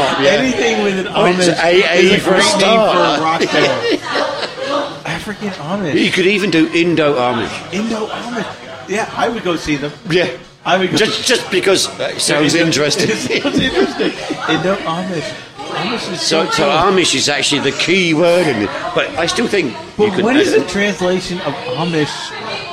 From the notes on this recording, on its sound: This episode was recorded from New York Cafe